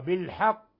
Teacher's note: قلقلة القاف، وهذه قلقلة كبرى لأن القاف مشددة، حينما نقف عليها نقف عليها بالتشديد وبالقلقلة الكبرى بالحق لتحكم بين الناس.